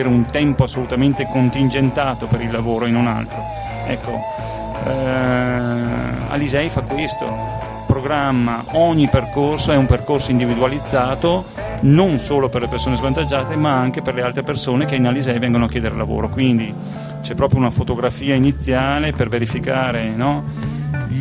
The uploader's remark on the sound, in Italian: In questa puntata speciale in diretta da Piazza delle Erbe di Rovereto, in occasione di "Ama chi ti pare"